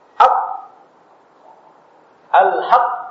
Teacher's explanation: Nah, ketika dia dileburkan dengan huruf yang setelahnya, perhatikan ini, ya, untuk qaf yang pertama dia tidak dikeluarkan pada seperti prinsip qalqalah, tapi dia dikeluarkan seperti prinsip sukun, ditutup.